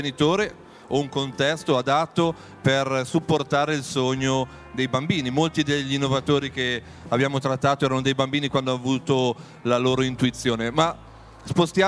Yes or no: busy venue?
yes